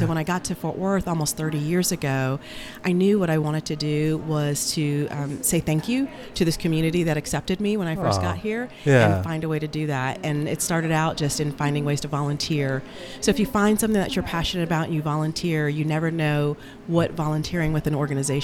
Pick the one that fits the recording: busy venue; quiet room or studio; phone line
busy venue